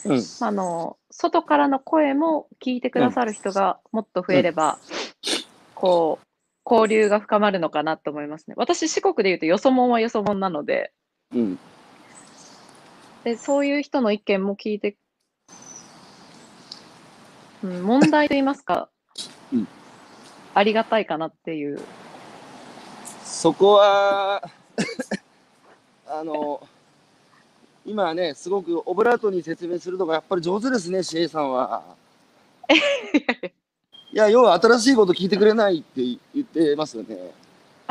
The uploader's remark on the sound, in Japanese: 歩きながら1時間、対談する